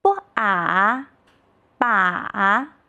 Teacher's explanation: 这个音节中声母是波，韵母是啊的三声，前音轻短，后音重，两音相连，猛一碰。让我们自己试着拼读一下，波啊把。来听听这位同学的拼读，波啊把。你读得真清楚。最后一幅图是什么呢？这是我们生活中特别常见的水坝。要怎么拼读好这个音节呢？音节中声母是波，韵母是啊的四声。让我们来试一试，波啊坝。再来一遍，波啊坝。好了，同学们，我们刚刚已经拼读了四个音节，现在让我们一起复习一下。波啊巴，波啊拔，波啊拔。